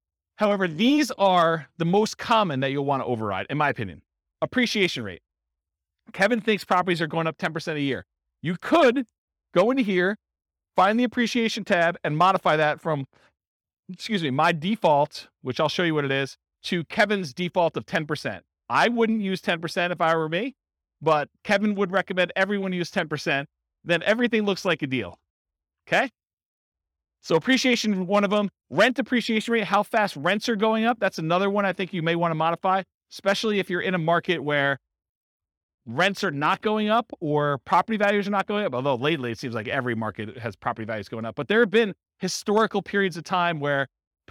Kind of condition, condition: setting, live audience